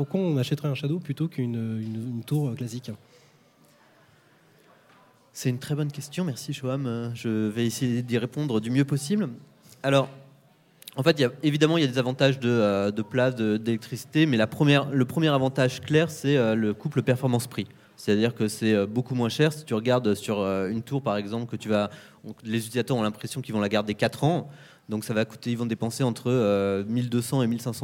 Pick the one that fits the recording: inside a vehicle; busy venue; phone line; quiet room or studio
busy venue